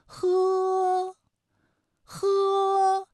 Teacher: 舌根要用力，尽量的上拢靠近软腭，让气流从舌根和软腭之间流出，呵呵，哎，我们呵的时候啊，这个舌根要用力啊，找到这样的感觉。呵和呵啊，发音的时候呢，声带都不